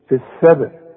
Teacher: في السبت الباء بنقلقلها انت ما خدتش حروف القلقله لكن مؤقتا قلقل الباء يعني ايه قلقلها زلزلها